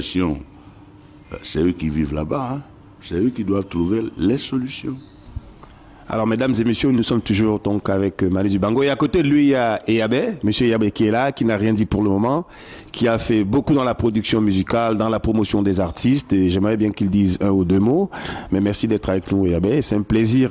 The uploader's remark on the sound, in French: Cet entretien a été enregistré à Londres en 2010 lors du 50e anniversaire du Ronnie Scott’s, un cabaret mythique de jazz